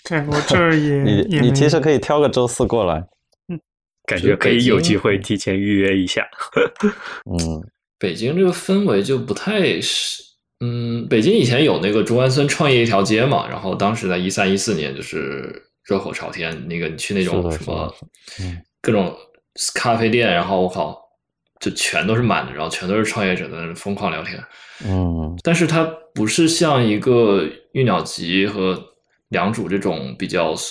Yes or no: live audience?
no